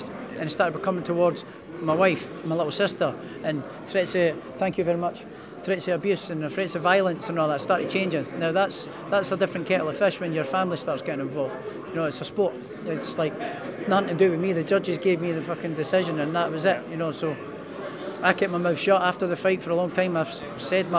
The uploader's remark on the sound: At the press conference.